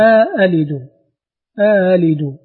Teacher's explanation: تسهيل الهمزة الثانية مع إدخال ألف بينهما